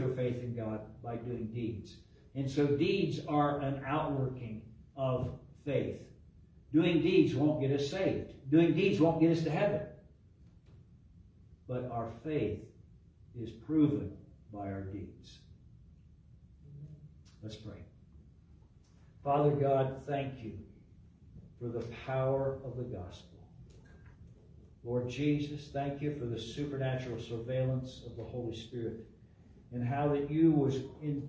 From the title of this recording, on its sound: LIVE from Calvary